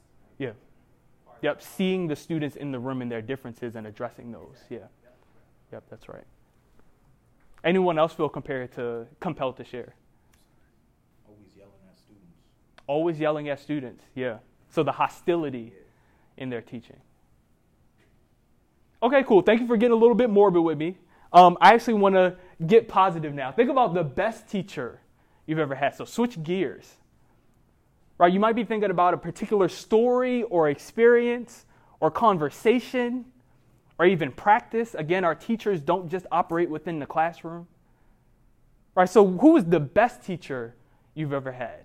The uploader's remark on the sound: keynote speech that he delivered at the Baltimore Emerging Leaders Conference in December of 2023